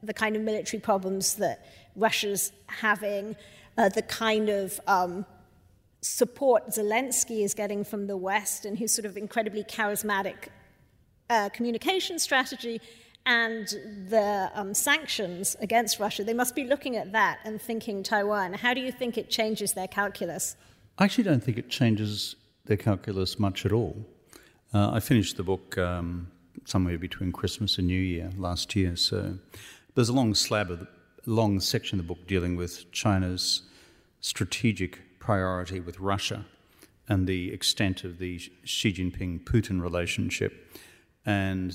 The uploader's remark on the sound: This episode is a live recording of his Melbourne book launch. This event was co-hosted by the Asia Society, the Wheeler Centre and RMIT Live.